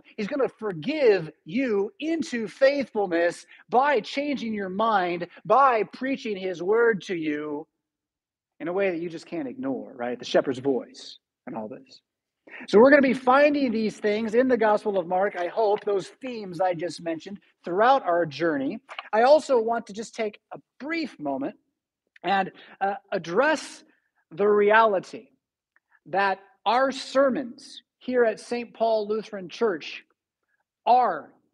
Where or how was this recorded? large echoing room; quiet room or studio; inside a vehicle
large echoing room